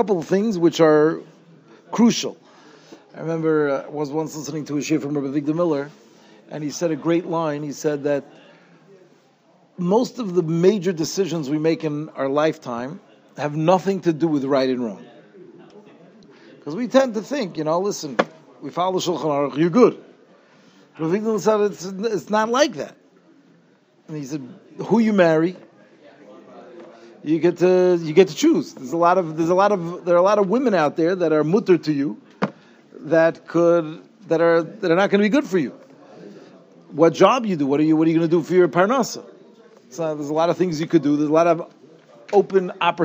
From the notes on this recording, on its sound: Shiur recorded in Yeshivas Ohr Reuven, Monsey, NY